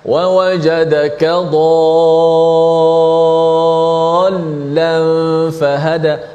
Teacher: alif tu dipanjangkan sebanyak enam harakat ah, paling panjanglah enam harakat wa wajadaka dhallan fahada hati-hati ada